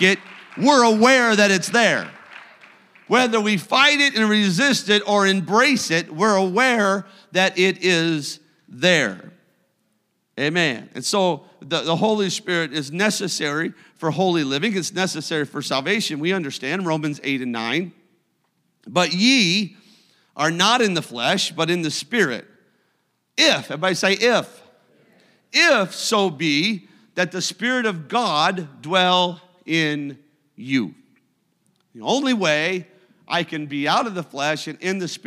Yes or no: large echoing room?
yes